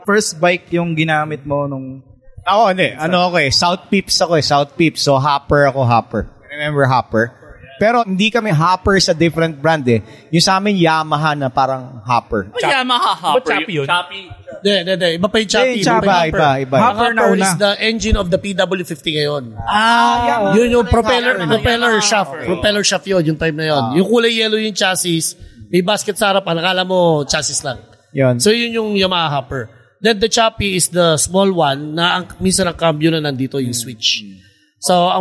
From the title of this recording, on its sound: live at Motora Azul Cafe Lounge 1955